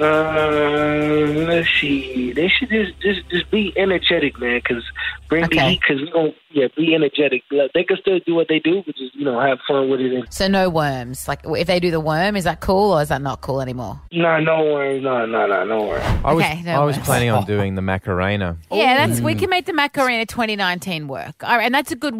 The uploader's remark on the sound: Was on the phone.